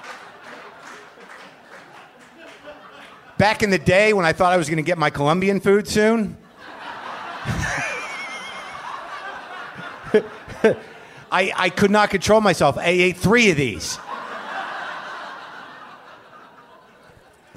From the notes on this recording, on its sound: Recorded at The Bell House in Brooklyn.